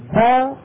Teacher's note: كان الهواء محبوسا خلف الشفتين فلما فتحنا له الطريق تدفق بقوة فظهرت صفة الشدة